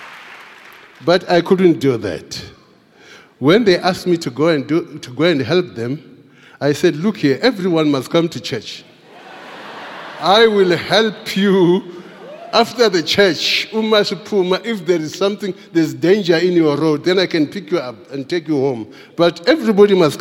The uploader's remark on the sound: Preached at the Founders Day Service in celebration of the Founder and the Bishop of Grace Bible Church.